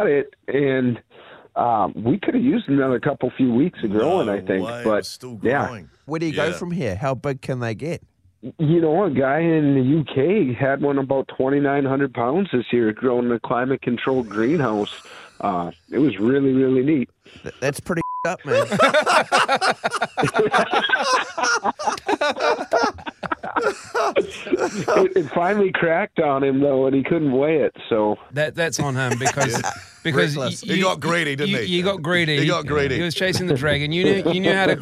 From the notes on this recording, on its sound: Joins us on the phone.